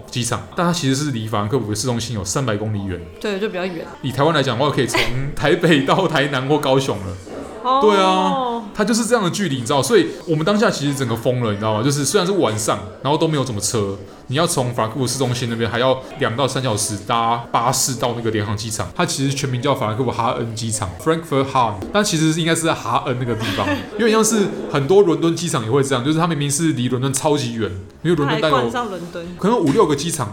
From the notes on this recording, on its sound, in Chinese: 本集白噪音指數：蚊風級 1/5。錄音地點： 某某咖啡 - MOMO Coffee Bistro。